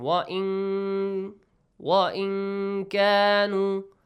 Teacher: Nun sakin plus kaf. You hide the sound of nun.